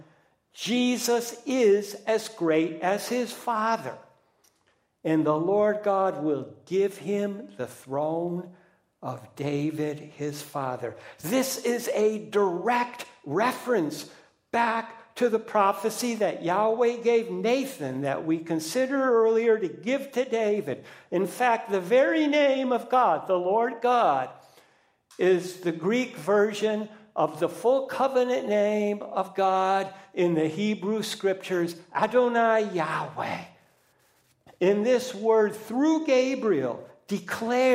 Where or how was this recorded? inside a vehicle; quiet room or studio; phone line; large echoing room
large echoing room